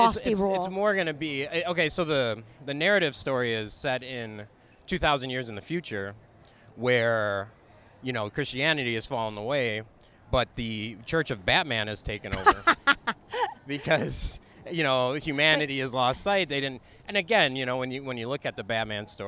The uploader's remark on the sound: While walking around Hollywood Blvd.